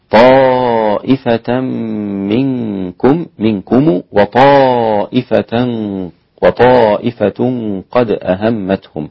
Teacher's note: كلمة طائفة مد متصل، 4 حركات واجب أقل شيء عند القراء، يزيد عند الإمام حمزة والإمام ورش عن نافع، هؤلاء ست حركات.